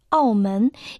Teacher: Первый иероглиф «ао» произносится в четвертом тоне. · Второй иероглиф «мен» произносится во втором тоне.